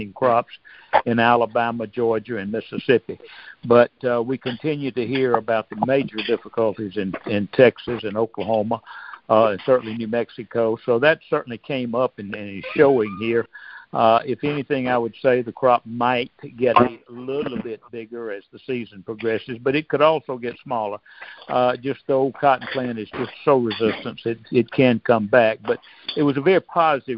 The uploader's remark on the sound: August 2023 Monthly Cotton Conference Call